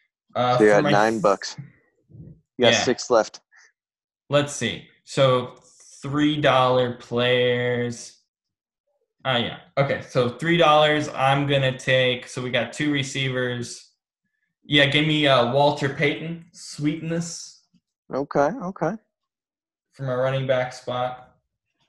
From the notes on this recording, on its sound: on Zoom